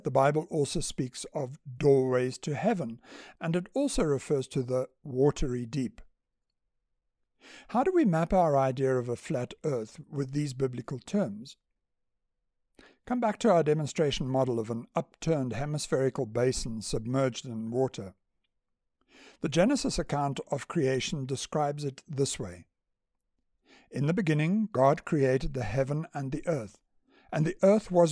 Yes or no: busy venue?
no